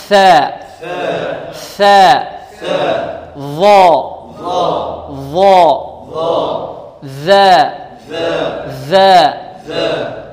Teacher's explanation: ثلاث حروف تخرج من طرف اللسان مع طرف الثنايا العليا وهي الثاء والظاء والذال.